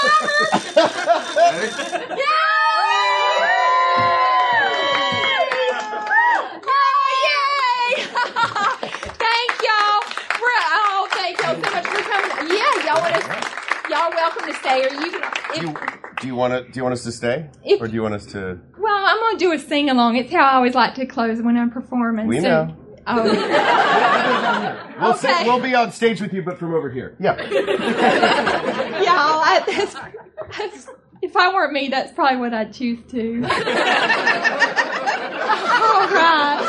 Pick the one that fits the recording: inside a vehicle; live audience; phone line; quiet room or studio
live audience